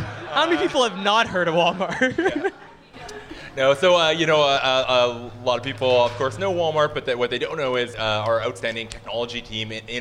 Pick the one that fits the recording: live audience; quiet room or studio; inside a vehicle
live audience